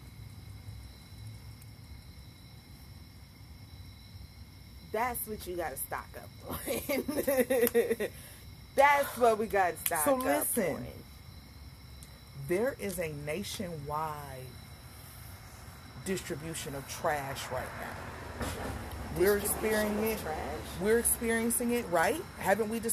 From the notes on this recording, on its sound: My good friend and I have some great conversations sitting on the front porch and this time, I remembered to hit record! There was no script to follow, just an honest conversation.